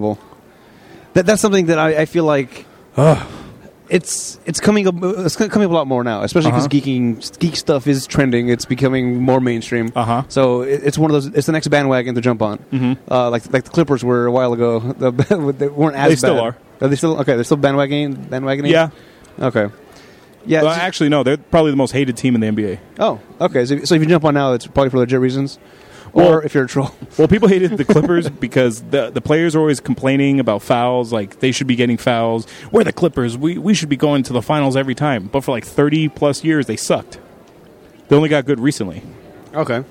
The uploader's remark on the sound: Live from the floor of Comikaze